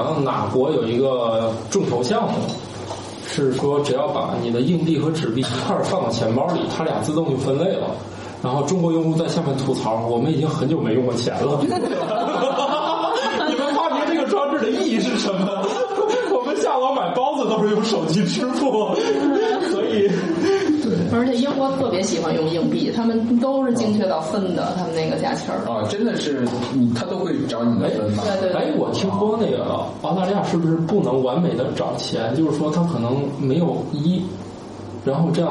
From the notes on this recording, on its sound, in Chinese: 本期节目在玉米实验室办公区用录音笔录制，可能有街道上的杂音，请见谅。